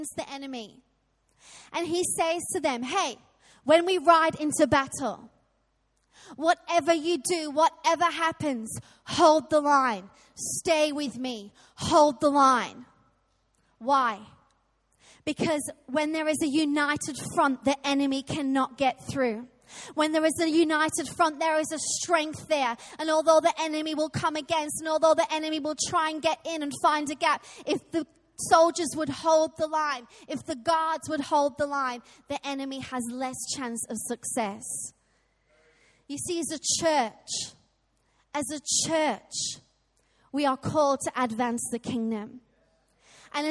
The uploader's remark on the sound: Recorded live at Life Church